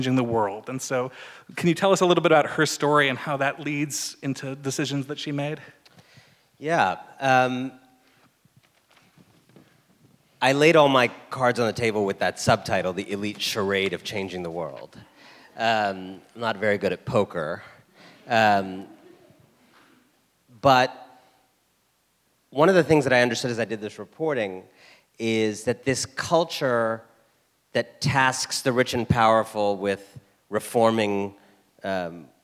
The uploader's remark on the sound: Full Talk at Southside Commons. Spoke to a Seattle audience at Southside Commons.